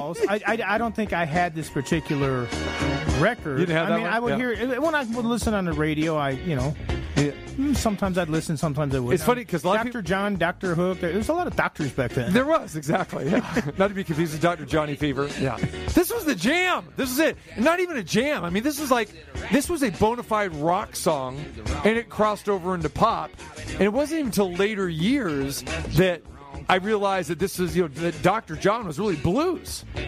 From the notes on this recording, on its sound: We Hear a Collection of Clips and Phone Calls